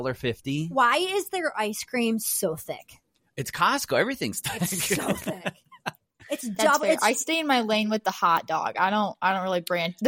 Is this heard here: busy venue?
no